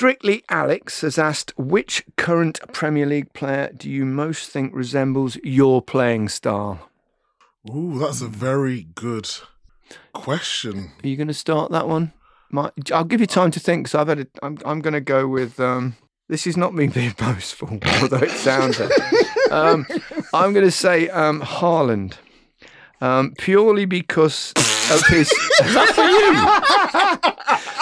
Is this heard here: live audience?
no